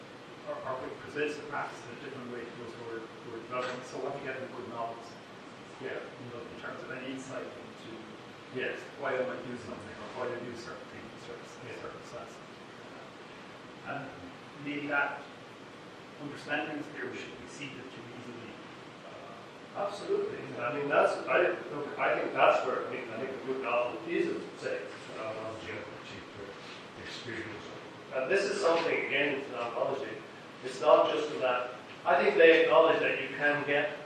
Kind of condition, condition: setting, live audience